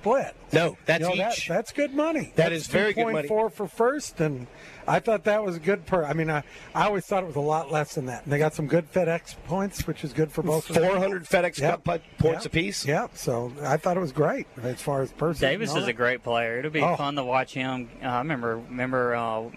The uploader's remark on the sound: LIVE at Terry Thompson Chevrolet!